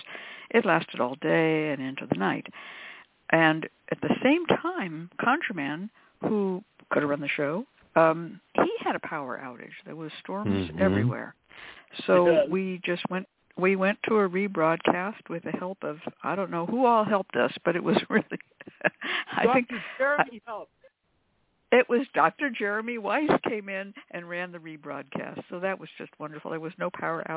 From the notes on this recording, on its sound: The Lucky Mojo Hoodoo Rootwork Hour is a real, live call-in show. We begin this show with a Discussion Panel.